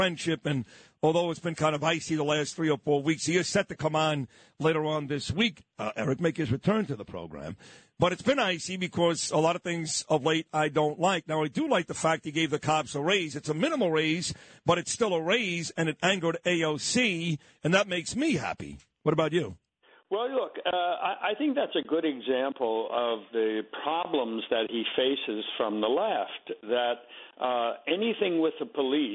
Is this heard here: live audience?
no